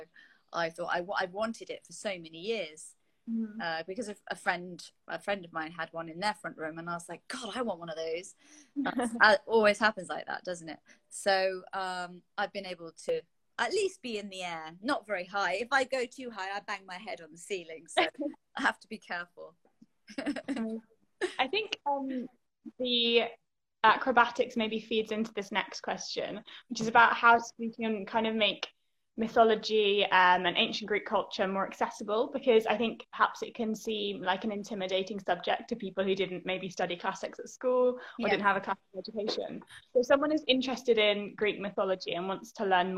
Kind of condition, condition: link, video call